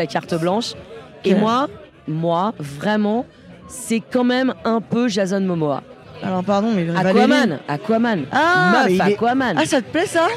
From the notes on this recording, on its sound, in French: Deuxième épisode au festival du film de comédie de l'Alpe d'Huez.